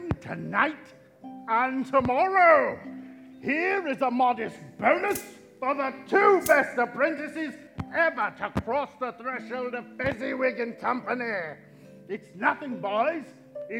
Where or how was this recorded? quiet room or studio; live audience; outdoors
live audience